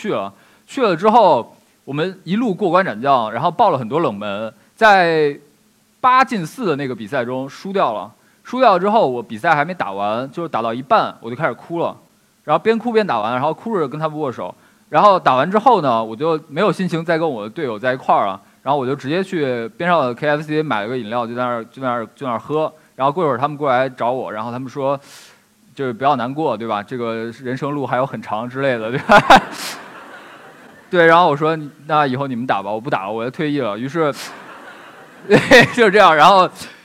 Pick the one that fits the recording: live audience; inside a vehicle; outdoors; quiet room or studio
live audience